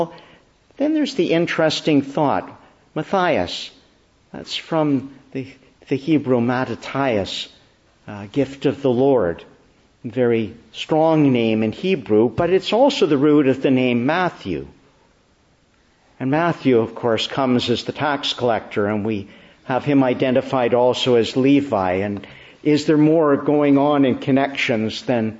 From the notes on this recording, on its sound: May 14, 2022 Morning Service. Preached in the Church of the Annunciation of the Blessed Virgin Mary, Ottawa.